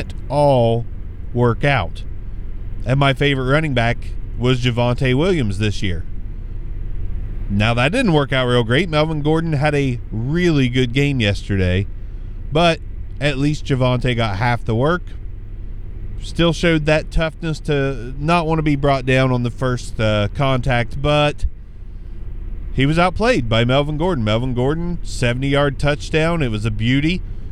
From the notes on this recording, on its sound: hop in the car with me